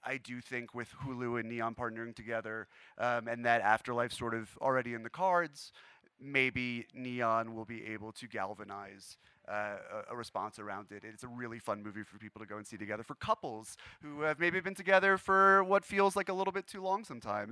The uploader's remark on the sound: Live at Sundance 2020.